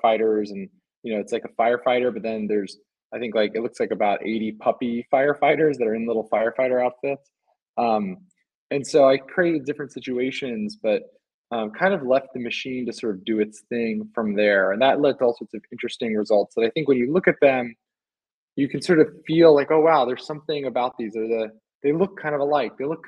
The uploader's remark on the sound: An unedited recording of a Twitter spaces.